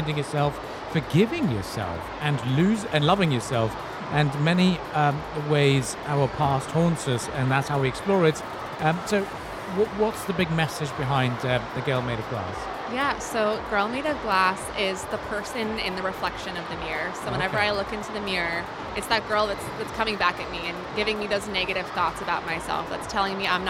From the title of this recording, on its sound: Live at SIBF 2023